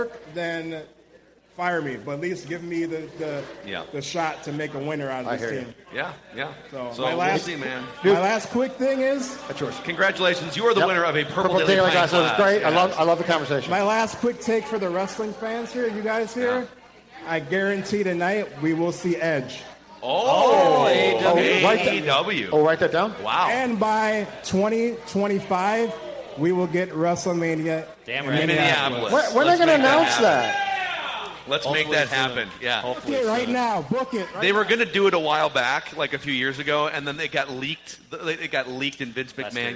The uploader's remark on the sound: Vikings Vent Line live from Park Tavern in St .Louis Park, MN.